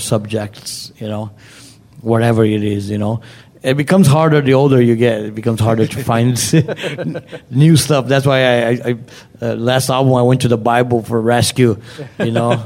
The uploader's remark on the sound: Our first ever live podcast interview. We took some time before his show in Austin.